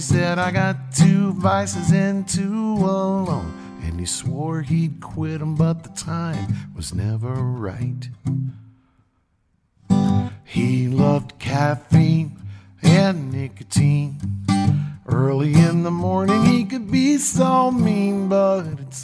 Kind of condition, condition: setting, busy venue